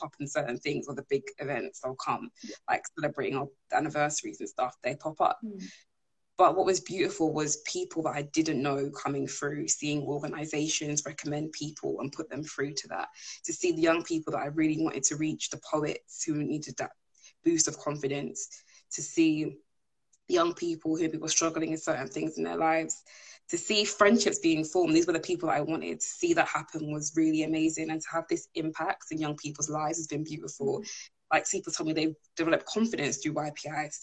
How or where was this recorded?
video call